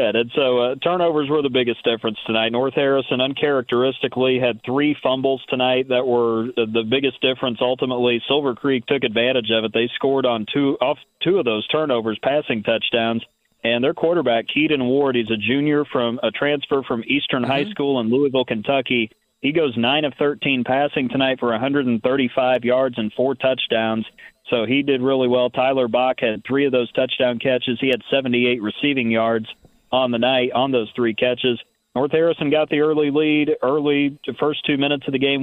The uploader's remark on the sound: calls